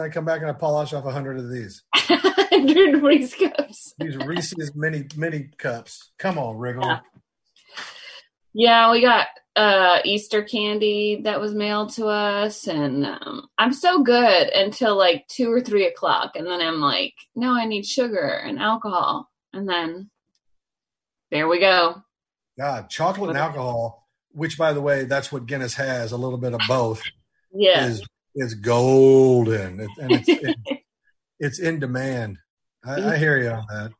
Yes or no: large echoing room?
no